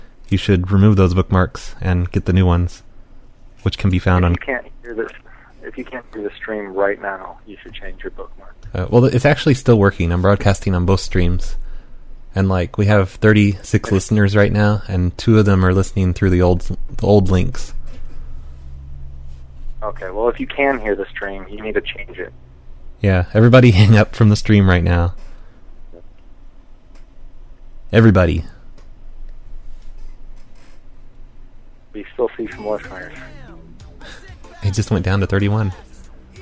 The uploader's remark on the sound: Prank Phone Calls